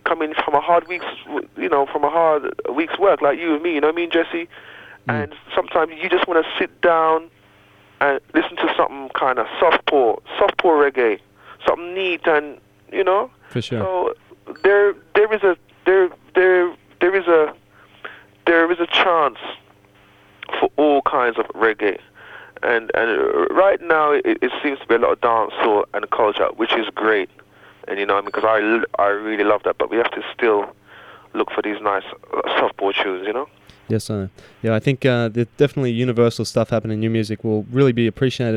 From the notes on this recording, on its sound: Recorded via telephone.